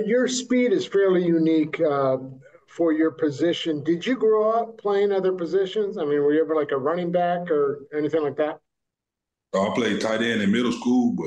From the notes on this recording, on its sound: Called in for an introductory press conference.